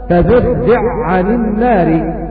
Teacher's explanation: أن الحاء تضغم بالعين في هذا الموضع فقط